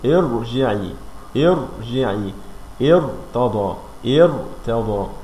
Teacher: الراء الساكنة اللي قبليها كسر غير اصلي هنا تفخم الراء